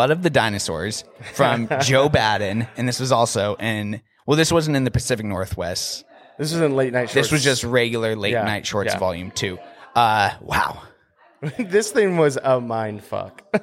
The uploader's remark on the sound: Sit down at the Grand Cinema lounge one more time to wrap up the 2022 Tacoma Film Festival.